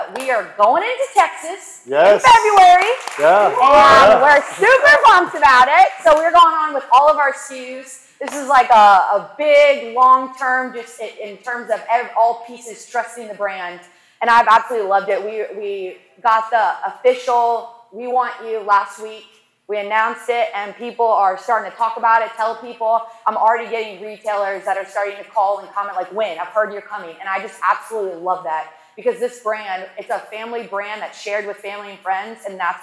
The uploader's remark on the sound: LIVE at the Beckham Hotel. Recorded in front of a live audience.